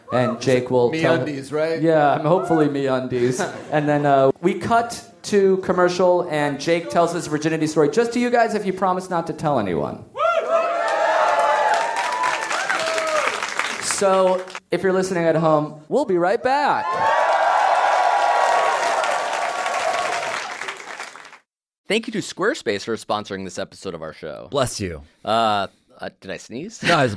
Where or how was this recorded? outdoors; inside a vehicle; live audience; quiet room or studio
live audience